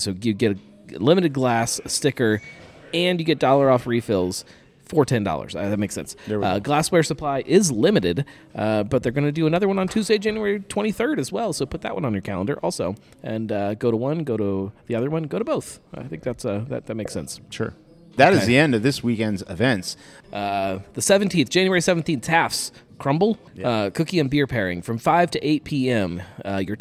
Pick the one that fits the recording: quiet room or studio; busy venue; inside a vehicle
busy venue